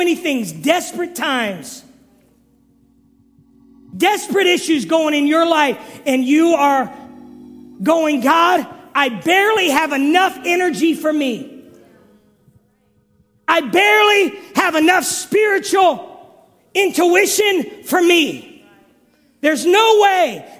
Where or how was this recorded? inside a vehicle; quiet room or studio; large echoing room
large echoing room